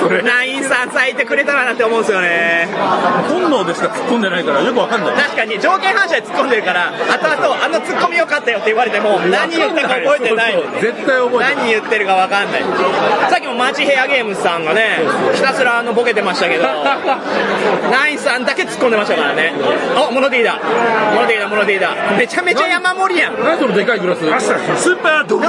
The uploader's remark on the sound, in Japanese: 店内収録のため、騒音雑音が激しく入っております。